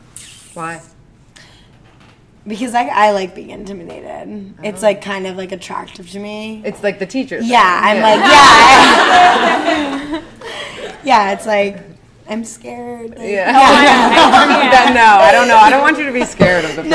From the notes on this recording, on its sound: our first live podcast